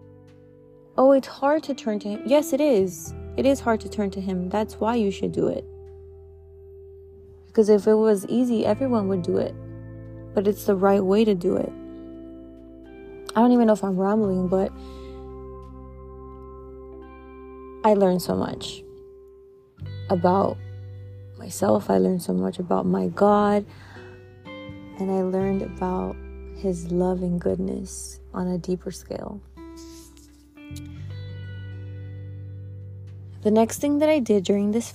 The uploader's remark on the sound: Impromptu, in the car.